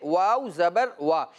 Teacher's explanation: वाउ पर ज़बर है और वाउ अदा होता है दोनों होठों की गोलाई से, लिहाजा दोनों होठ भी हमने गोल करना होंगे